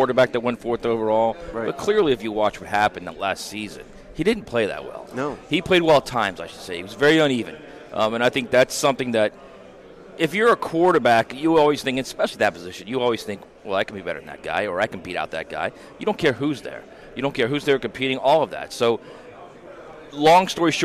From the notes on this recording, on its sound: live from 2023 SEC Media Days in Nashville Tennessee